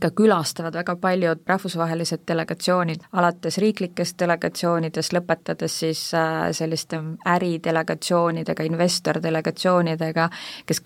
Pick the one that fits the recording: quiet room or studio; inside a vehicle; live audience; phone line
quiet room or studio